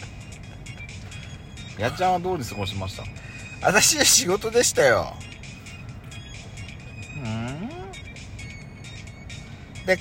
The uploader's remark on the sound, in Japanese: 2人組。パーキング収録。